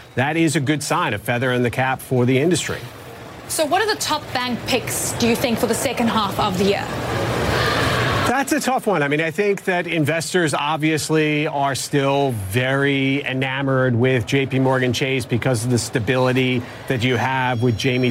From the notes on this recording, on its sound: live from the New York Stock Exchange